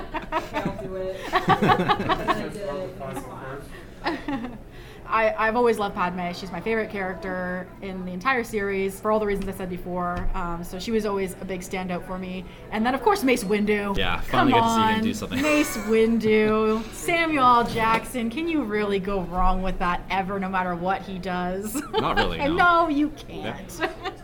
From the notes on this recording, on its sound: Forest City Comic Con 2022. Returned to Centennial Hall for a live panel discussion. Thank you to everyone in attendance, especially those who contributed the questions and comments you'll hear in this episode!